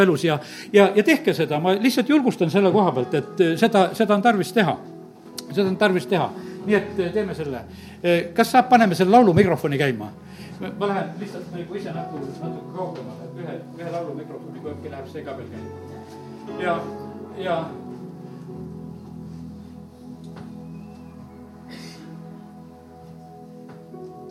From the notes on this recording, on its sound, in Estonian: Audio salvestus koosolekult